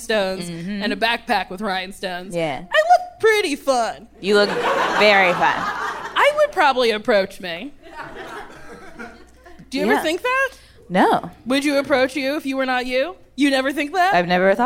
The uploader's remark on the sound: Recorded live at the Largo at the Coronet.